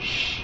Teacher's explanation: When I'm making the sh, my vocal cords are open, and all you can hear is a very noisy kind of sound to it. All it sounds is like noise.